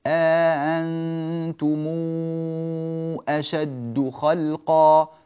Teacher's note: ولكن الألف التي بين الهمزتين لا يدخلها المد، هي حركتان لا تزيد عن ذلك